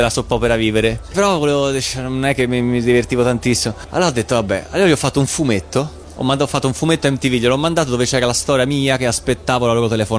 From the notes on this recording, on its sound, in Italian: Da Etna Comics 2016 la nostra intervista